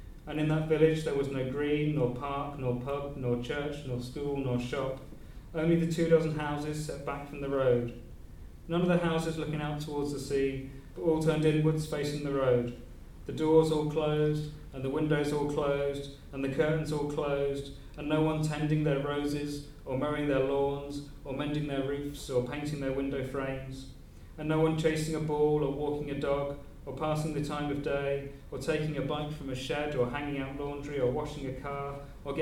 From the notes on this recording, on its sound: Reading at Worlds Literature Festival 2011. Worlds Literature Festival 2011: an Afternoon Reading.